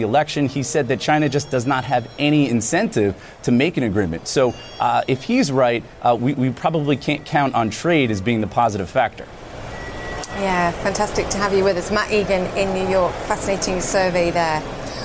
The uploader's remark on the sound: live from the New York Stock Exchange